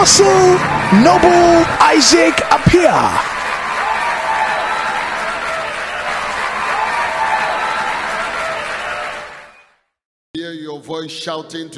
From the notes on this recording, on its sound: Preached in the first service on 23rd January 2022